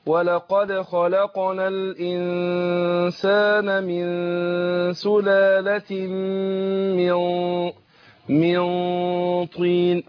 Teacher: النون ساكنة بعدها الطاء من حروف الإخفاء، لكن احنا نحرص على تفخيم الإخفاء هنا